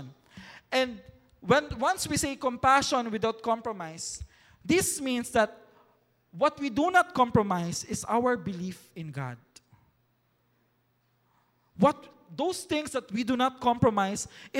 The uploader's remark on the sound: recorded last July 7, 2023 at Mezzanine Hall, ZCAEC